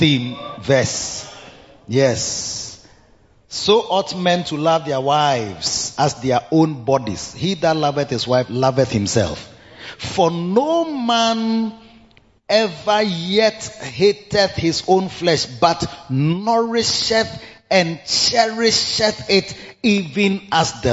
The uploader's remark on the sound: Preached at the Riverside Atmosphere Service - The Makarios Cathedral, HQ